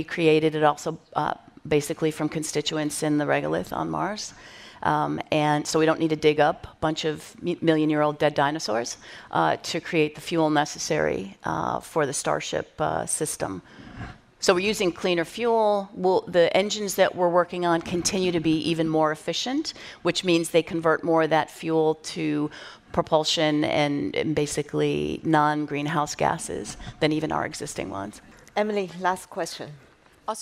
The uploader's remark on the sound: Recorded at Paramount Studios during XPRIZE Visioneering